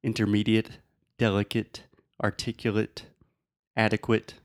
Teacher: it does not make the eight sound, it makes the it sound